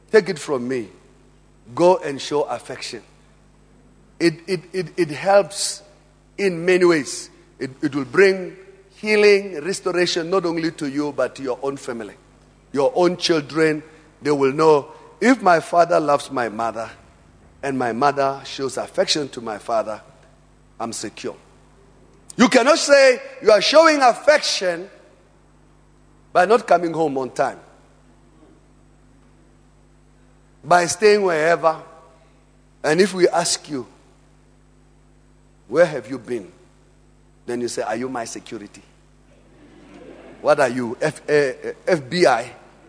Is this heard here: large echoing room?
yes